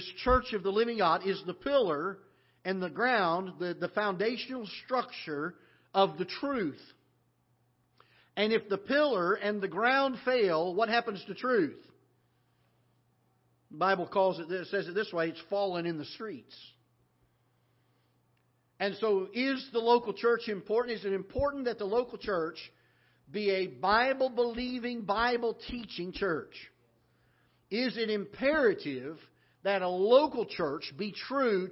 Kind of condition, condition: setting, large echoing room